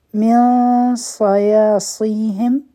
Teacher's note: د نون ساکن نه پس صاد راغی نو دلته کې به مونږ غټه اخفا کوو دوه سیکنډه ټایم به ورکو د صاد دپاره به خپله جب تیار کړو یا حرفی مد